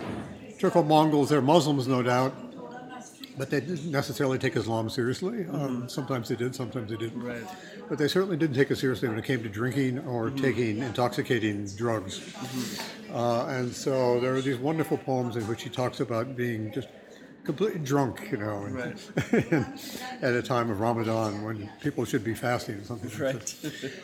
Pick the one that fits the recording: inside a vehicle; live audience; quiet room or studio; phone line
live audience